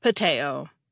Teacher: If you were glottalizing the word, you'd do it on the second T, which falls in the non-stressed syllable, the last one, potato.